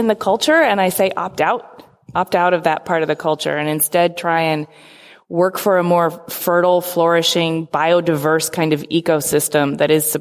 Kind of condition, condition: setting, live audience